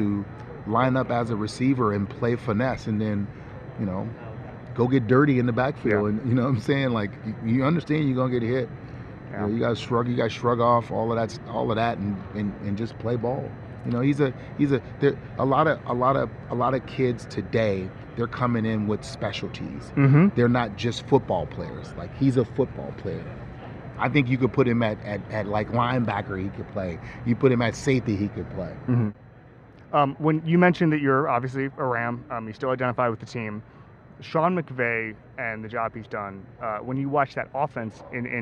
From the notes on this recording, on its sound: 'The Ringer NFL Show' on Radio Row at Super Bowl LVI.